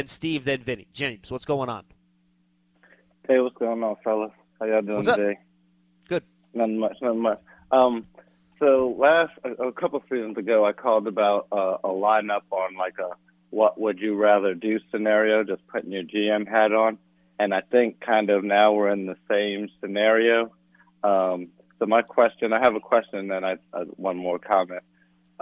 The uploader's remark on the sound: Live from Arizona. Take calls from fans.